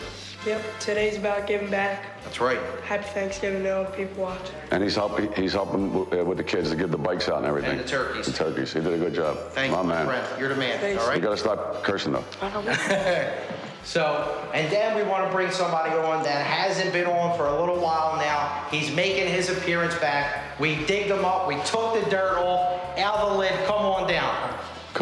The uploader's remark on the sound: live at their turkey drive